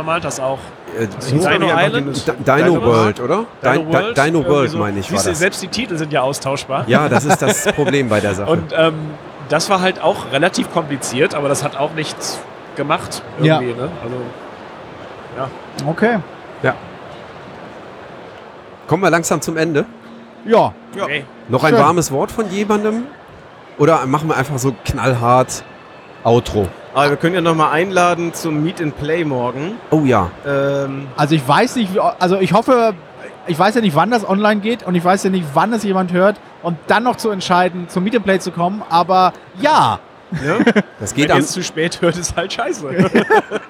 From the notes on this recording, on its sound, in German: Live am Donnerstag von der Spiel 2019